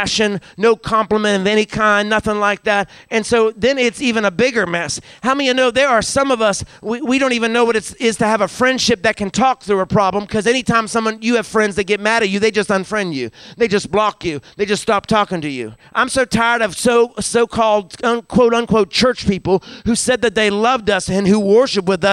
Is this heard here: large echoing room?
yes